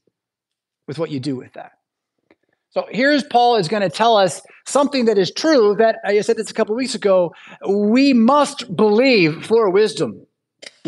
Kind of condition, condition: setting, large echoing room